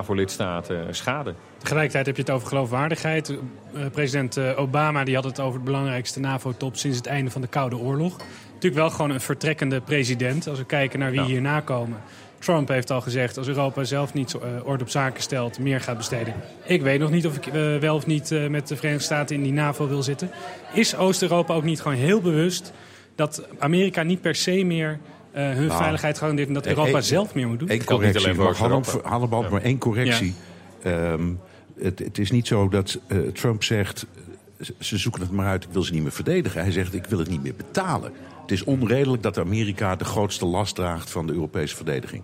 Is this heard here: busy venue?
yes